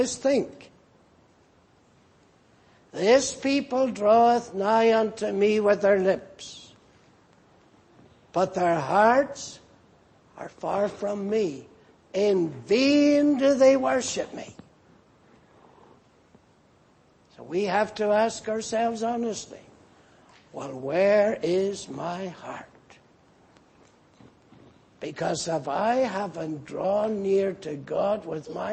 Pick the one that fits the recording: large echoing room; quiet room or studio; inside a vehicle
large echoing room